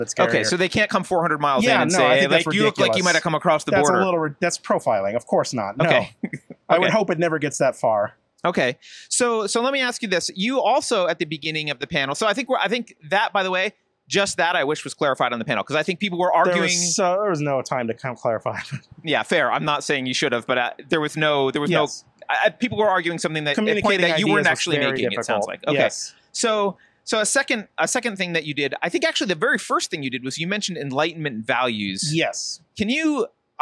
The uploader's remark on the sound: At the Better Discourse Conference in Milwaukee. After his contentious panel discussion.